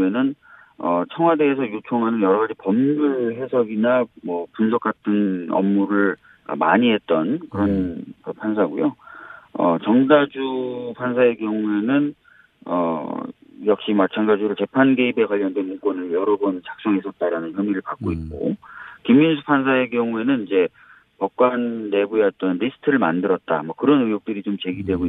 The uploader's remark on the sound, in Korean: 전화연결.